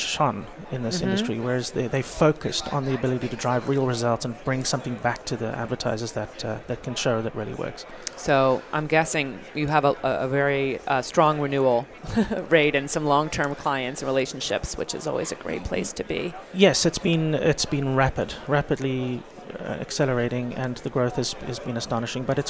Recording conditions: busy venue